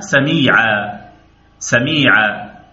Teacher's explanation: عندما نقف على سميعا نقف عليها سميعا سميعا، فنبدل النون بألف تمد بمقدار حركتين · Term: مد العوض